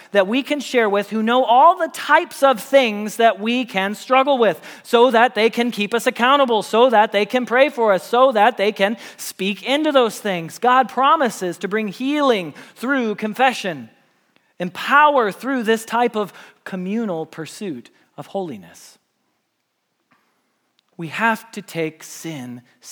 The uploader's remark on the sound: Message Preached at Valley Creek Church